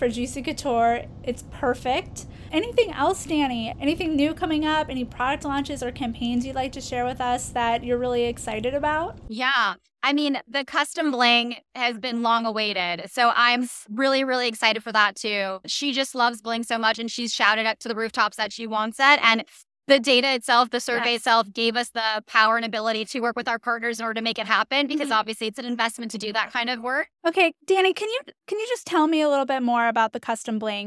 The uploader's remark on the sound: Recorded live from the show floor of The Lead Innovation Summit 2023.